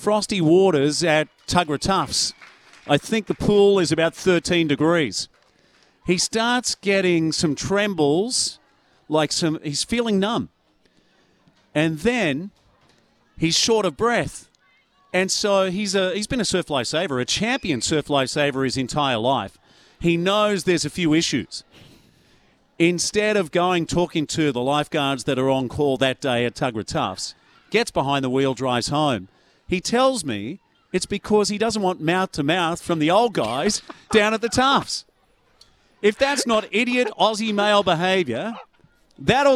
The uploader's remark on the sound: Live from Edsac the home of the Entrance Tigers.